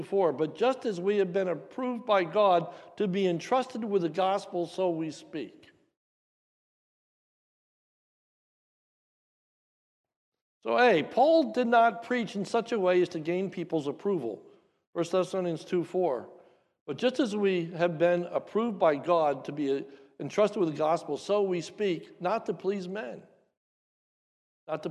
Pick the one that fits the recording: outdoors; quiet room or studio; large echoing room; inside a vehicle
large echoing room